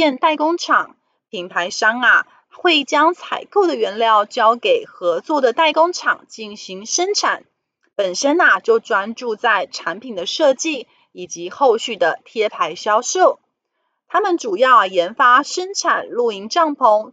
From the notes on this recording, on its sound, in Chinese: 本集有些許雜音，已亟力避免，如有察覺請多多包涵